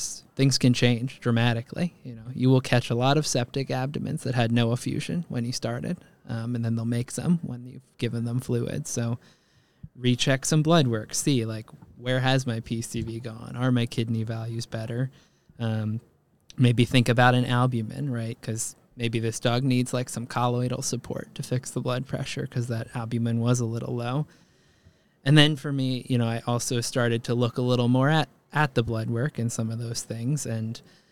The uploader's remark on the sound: LIVE from NYVet